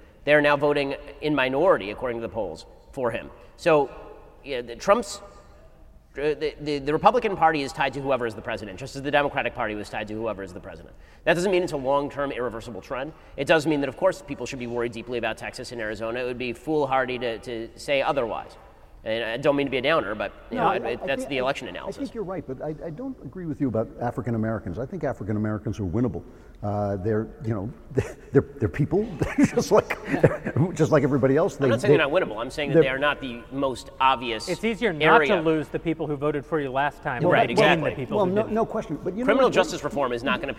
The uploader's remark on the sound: Daily Wire Backstage: Live In Long Beach.